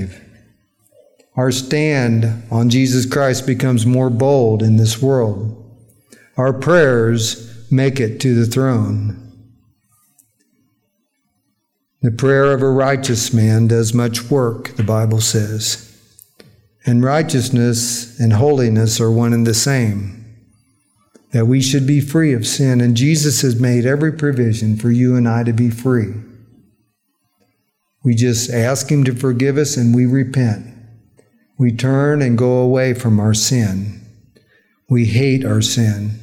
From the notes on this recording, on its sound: during our recent worship service